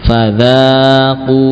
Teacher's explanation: dhammah hanya dibaca dua harokat saja karena ada wawu setelahnya dan alif tidaklah menambah panjangnya. Fadzaqu ya, qu sama dengan dza, panjangnya sama-sama dua harokat.